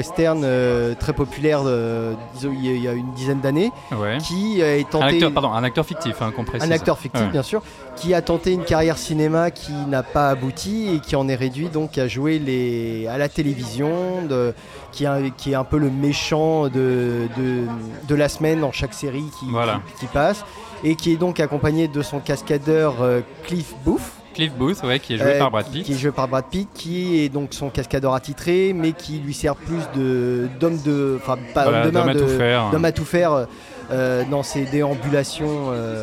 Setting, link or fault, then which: setting, busy venue